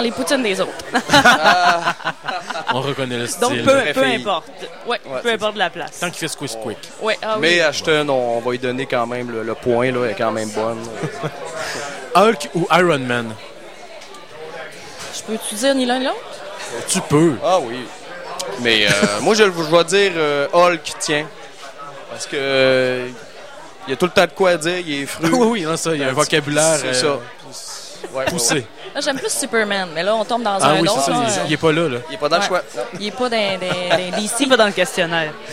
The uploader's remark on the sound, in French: Festival d'été de Québec, sur les ondes de CKRL 89,1 en direct du bar le Sacrilège.